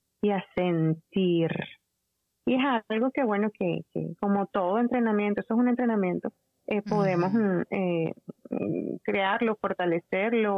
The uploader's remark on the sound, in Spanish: En conversación telefónica desde Katy, Texas, Estados Unidos a Venezuela